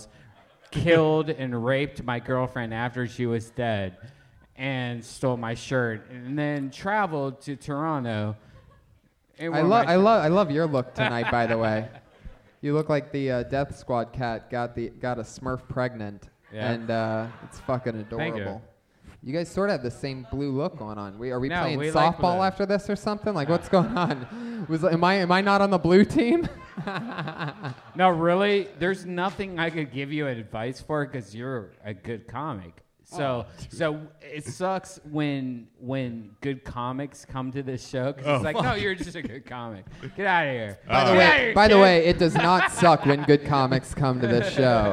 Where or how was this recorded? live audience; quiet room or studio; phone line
live audience